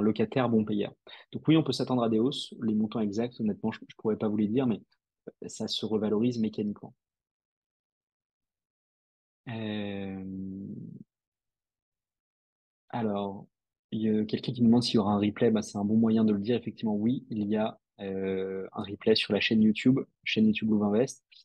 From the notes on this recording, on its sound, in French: Cet épisode est l'audio de notre webinar